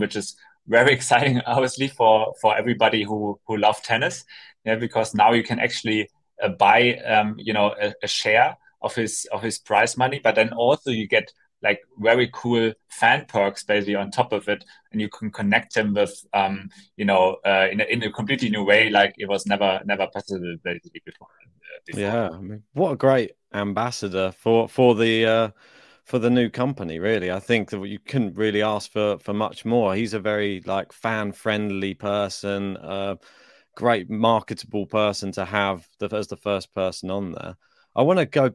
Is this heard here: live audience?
no